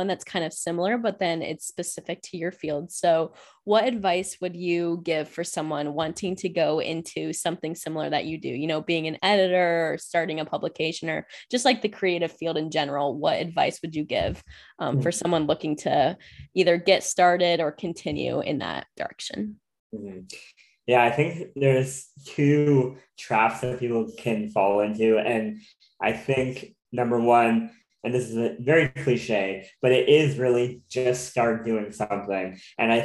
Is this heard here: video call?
yes